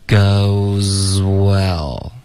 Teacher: goes 跟 well 呢，这两个音 z 和 w 要连着发，气流要一致